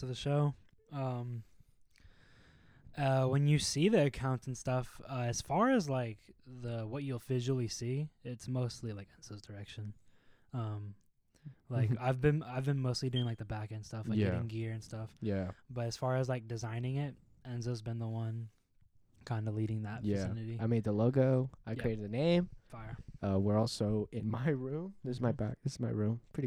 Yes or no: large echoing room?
no